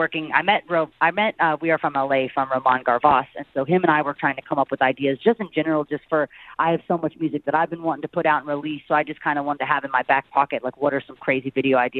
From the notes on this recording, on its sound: called